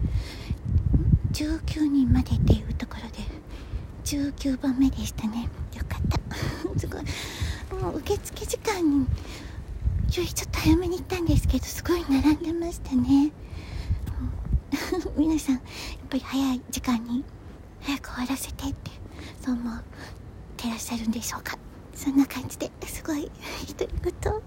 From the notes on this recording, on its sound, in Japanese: 初めて外から収録風が強くて風の音。From Radiotalk。